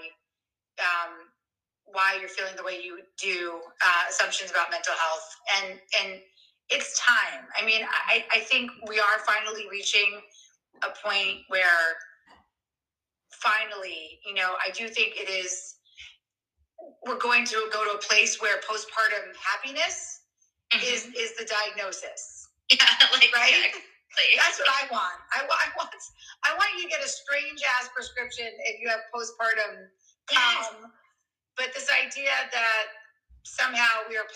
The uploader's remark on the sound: the audio is not great on this one